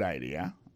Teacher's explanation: accent vient de tomber dans la deuxième syllabe là